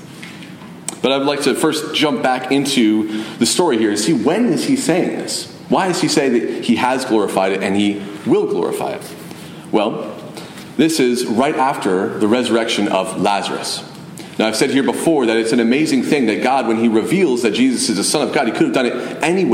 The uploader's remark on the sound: At Mt Carmel Primitive Baptist Church, Bel Air.